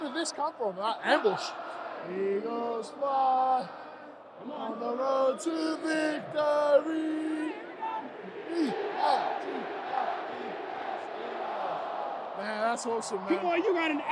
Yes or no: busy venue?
yes